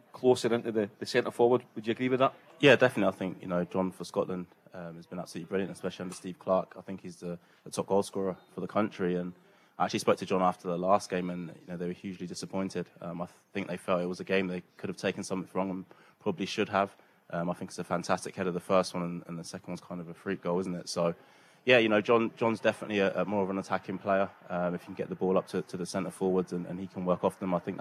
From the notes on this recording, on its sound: The team are live at the Radisson Red building up to England vs Scotland at Wembley.